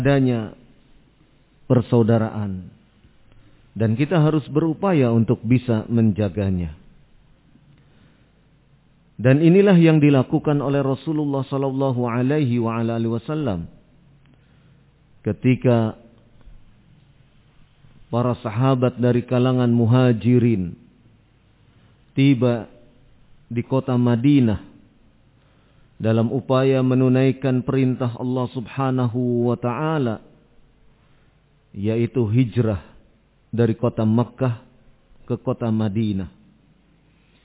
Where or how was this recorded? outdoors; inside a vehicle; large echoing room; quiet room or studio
large echoing room